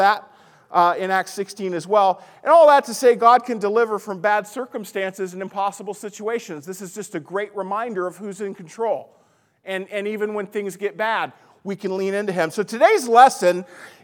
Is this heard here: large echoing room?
yes